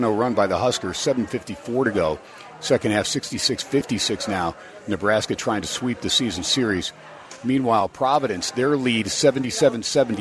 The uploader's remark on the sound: SPORTSXRADIO HUMP DAY AT STEINERS PUB. "Live" from #SteinersPub #LasVegas.